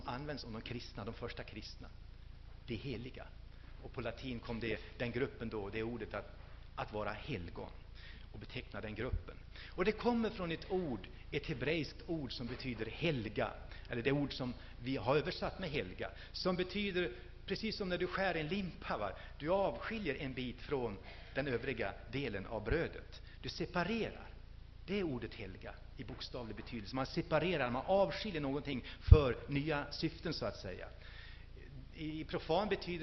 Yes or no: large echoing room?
yes